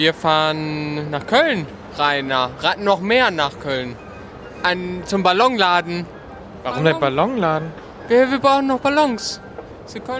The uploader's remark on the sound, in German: Live von den Straßen des Kölner Karnevals